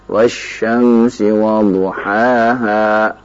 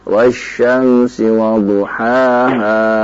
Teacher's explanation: Kalau waqaf misalnya wasyamsi wadhuhaha, dua harakat saja. · Shown in: first take · Enggak boleh kita panjangkan wasyamsi wadhuhaha.